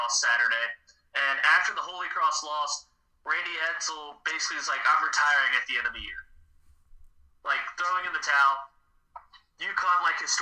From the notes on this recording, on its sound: The Bois Can't Figure Out How to Record Right.